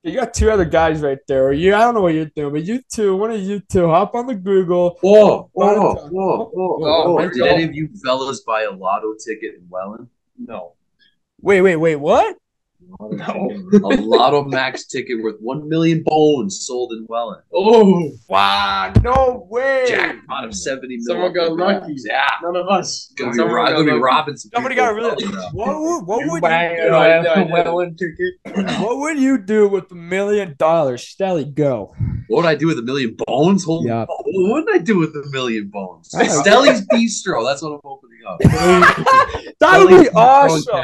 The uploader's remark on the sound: back on zoom for this week